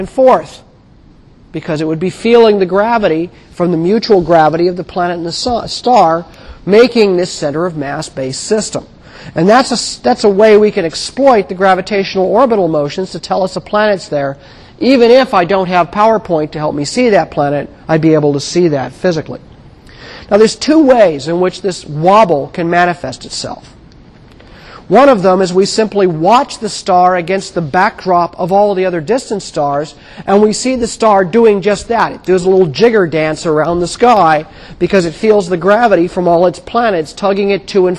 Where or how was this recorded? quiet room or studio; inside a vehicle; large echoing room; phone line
large echoing room